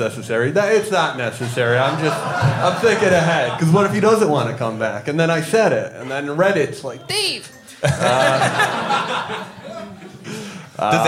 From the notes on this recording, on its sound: Twinnovation LIVE in CHICAGO!